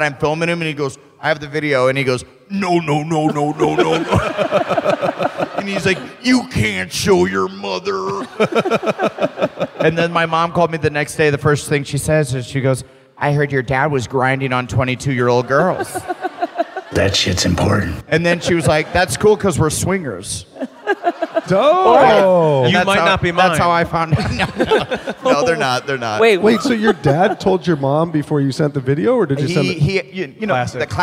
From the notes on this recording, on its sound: Live from Austin!